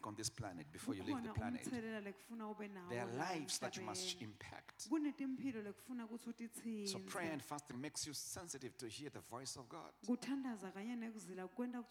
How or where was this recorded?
live audience